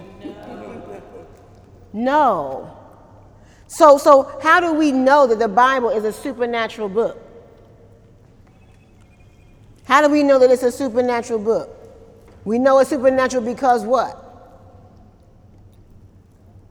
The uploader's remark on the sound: During Wednesday night service on August 15, 2018